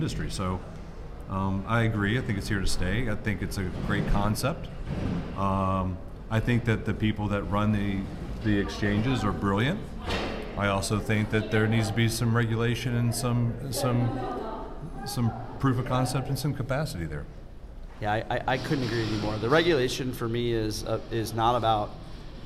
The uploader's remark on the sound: Live from San Diego at the Americas Cash Cycle Seminar 2022 during day two.